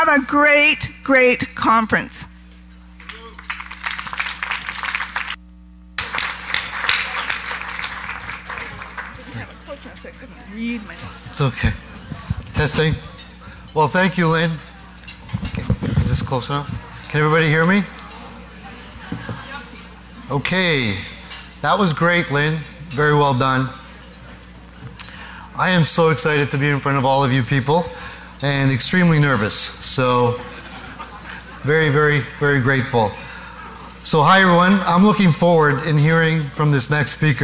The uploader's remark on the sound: Live Broadcast at the The IPBC IGNITE Conference